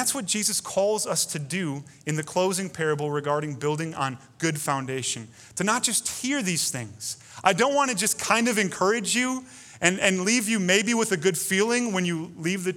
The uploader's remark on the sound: Delivered Sunday, May 31, 2020 at Woodridge Community Church (New Berlin, WI).